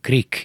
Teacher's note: általában Krik szigetnek szokták mondani, tehát könnyítésképpen beszúrnak egy I magánhangzót